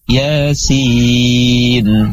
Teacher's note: berarti ya-nya dua ketukan. Tidak boleh pendek ataupun dikurangi satu setengah misalnya.